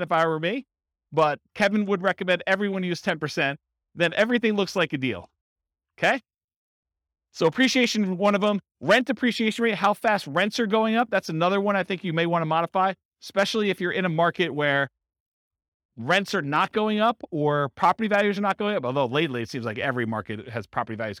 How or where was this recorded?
live audience